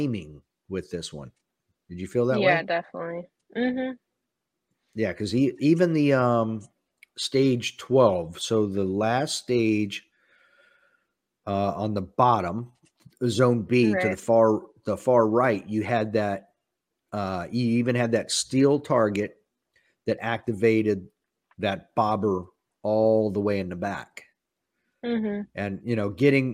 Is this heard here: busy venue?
no